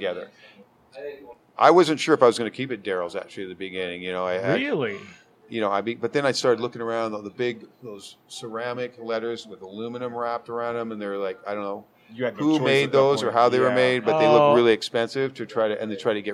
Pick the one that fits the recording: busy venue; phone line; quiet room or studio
busy venue